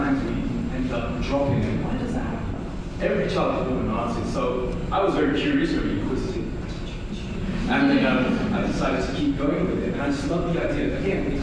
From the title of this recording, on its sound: LIVE Interview at Puzzle Pieces Edmonton 2023